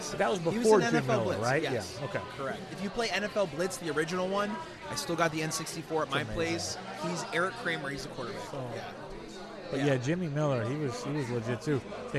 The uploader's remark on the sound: Live at Black Barrel Tavern on Madison in Chicago.